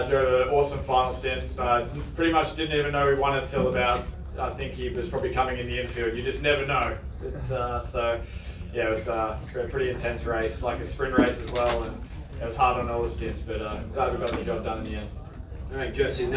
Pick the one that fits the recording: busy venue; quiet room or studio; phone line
busy venue